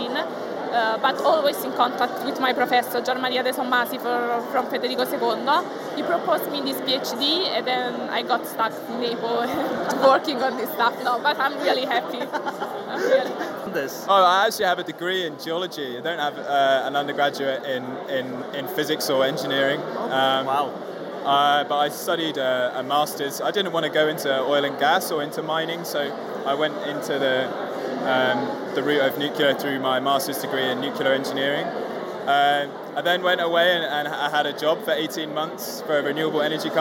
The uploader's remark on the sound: going live on location at the FuseNet PhD Event in Padua, Italy